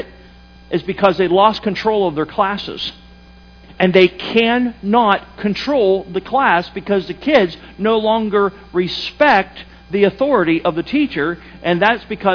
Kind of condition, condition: setting, large echoing room